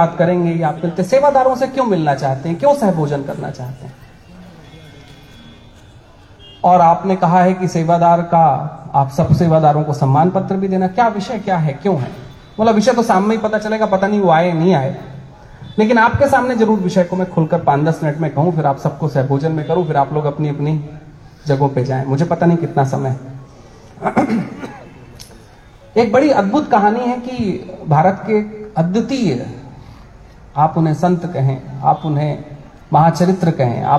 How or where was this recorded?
outdoors